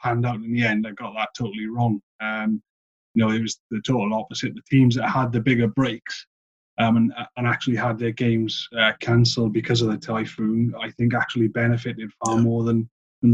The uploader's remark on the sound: Also, apologies for any drop in sound quality. This was recorded over Zoom due to the current circumstances.